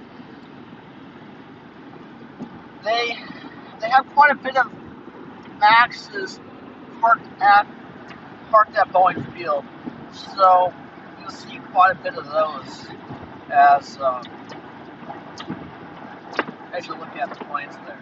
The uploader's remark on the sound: Here’s a “live” trip report recorded while I was driving to The Museum of Flight in Seattle.